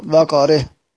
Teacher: الكسائي في حالة الوقف بقره بالإمالة